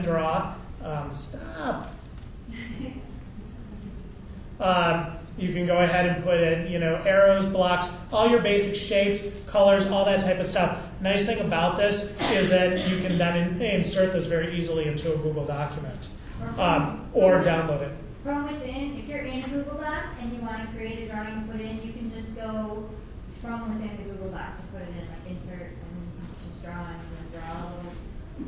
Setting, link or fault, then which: setting, busy venue